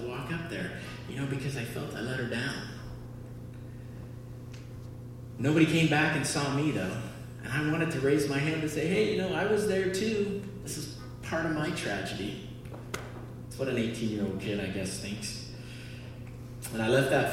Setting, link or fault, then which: setting, live audience